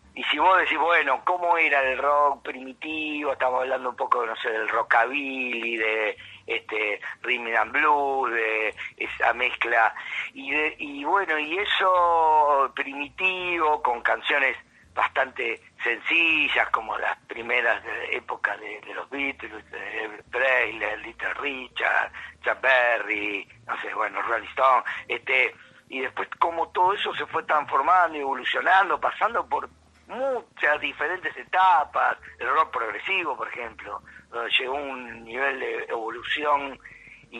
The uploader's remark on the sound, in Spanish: Charla Telefonica